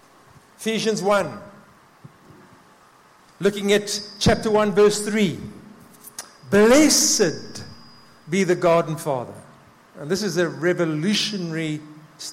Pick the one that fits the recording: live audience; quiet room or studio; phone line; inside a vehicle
live audience